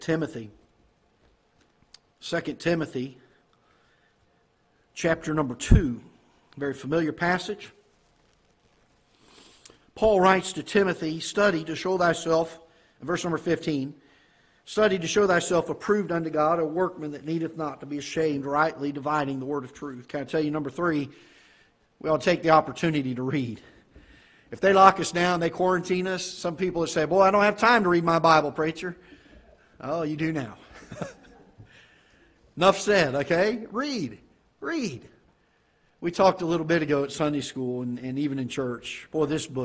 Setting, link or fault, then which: setting, large echoing room